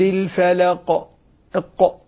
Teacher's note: القلقلة الوسطى في آخر الكلمة ساكن غير مشدد